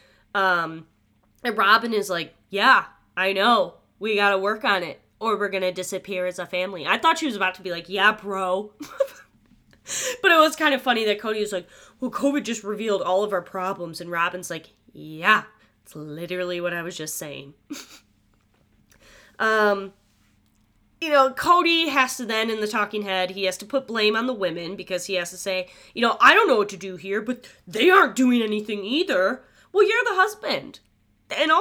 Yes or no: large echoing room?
no